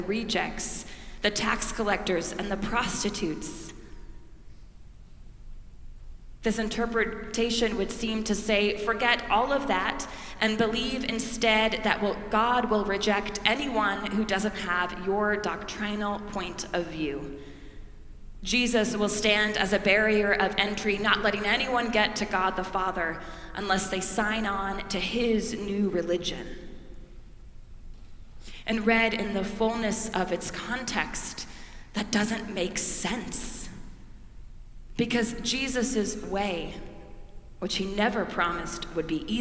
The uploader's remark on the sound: preached at our celebration of the Holy Eucharist on the Fifth Sunday of Easter